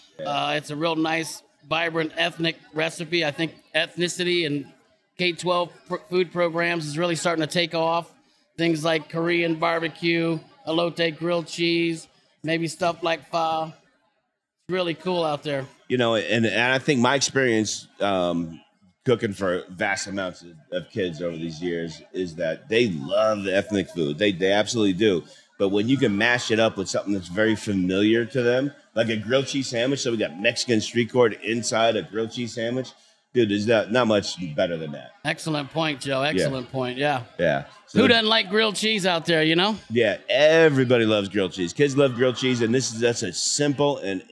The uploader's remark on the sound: Live from the School Nutrition Association Annual National Conference. Live from show floor at the SNA Annual National Conference in Denver Co.